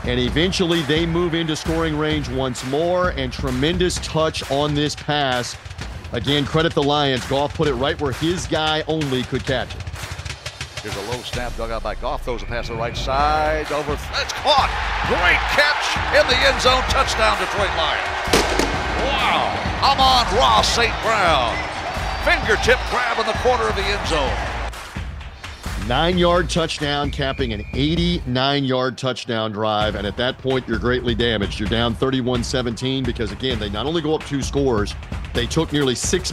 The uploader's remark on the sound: Insight and analysis from the Ford Field sidelines. Post game interviews.